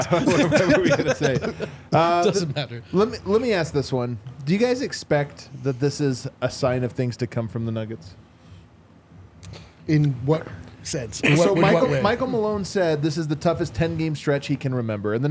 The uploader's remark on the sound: LIVE from the DNVR Bar.